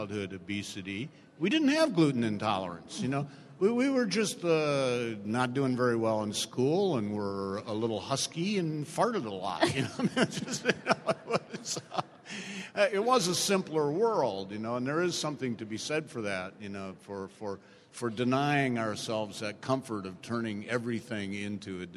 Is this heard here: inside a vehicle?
no